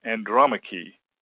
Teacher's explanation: Andromache with the accent on the second syllable